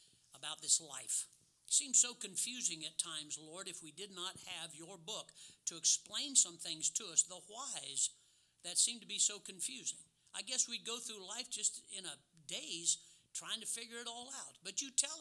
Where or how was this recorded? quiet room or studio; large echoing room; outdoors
large echoing room